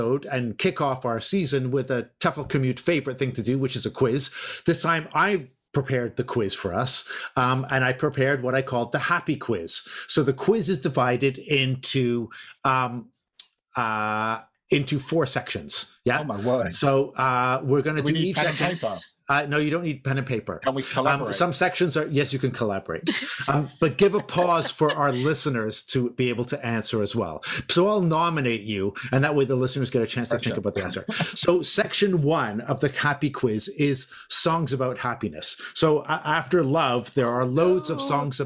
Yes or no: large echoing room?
no